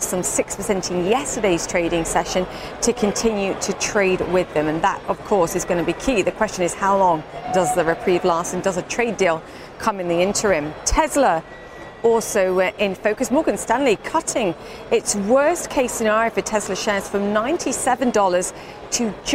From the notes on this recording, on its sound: Live at the New York Stock Exchange.